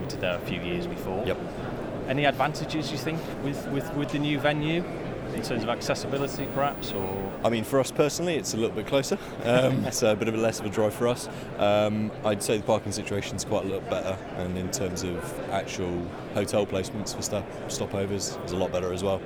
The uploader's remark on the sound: Live broadcast from the Federation of Petroleum Suppliers' annual expo 2016 at the Exhibition Centre Liverpool